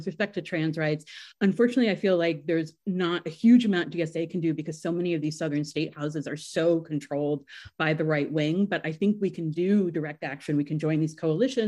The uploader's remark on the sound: Online Panel Discussion.